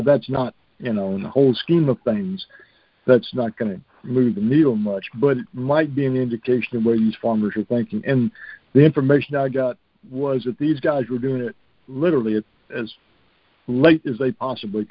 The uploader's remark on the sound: Monthly Conference Call